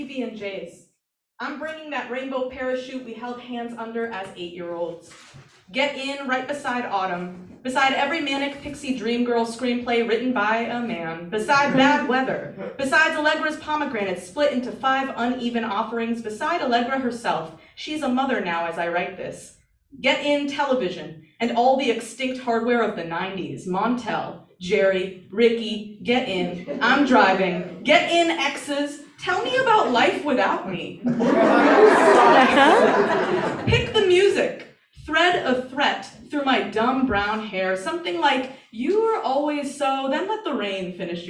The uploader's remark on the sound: Brooklyn Poets Yawp open mic